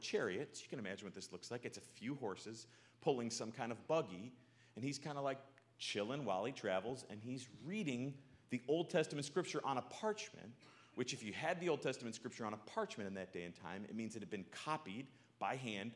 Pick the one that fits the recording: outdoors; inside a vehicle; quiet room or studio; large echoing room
large echoing room